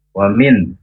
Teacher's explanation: Wa min, nun sukun, bertemu dengan huruf kho. Namanya bacaan izhar halqi. Ya, harus jelas. Karena bertemu dengan huruf halak.